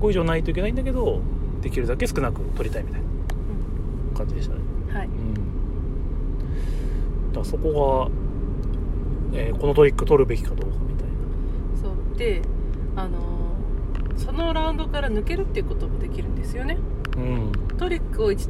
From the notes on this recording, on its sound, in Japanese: 群馬県館林市の中部公民館で毎月第3日曜に行われてるオープンボードゲーム会、たぬきゲーム会に参加した帰りの車での感想収録です。